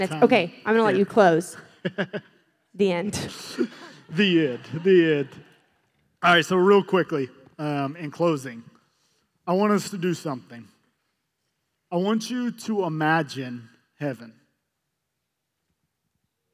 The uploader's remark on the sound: This content was featured at the 2023 Campus Ministry United Workshop: Beautiful Feet. Hosted live at The Crossings Church St. Charles County in O’Fallon, MO.